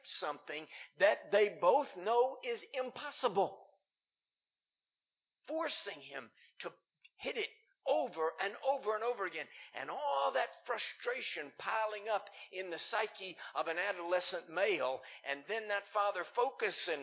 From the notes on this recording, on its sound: Recorded live in Liberty Church in 2019.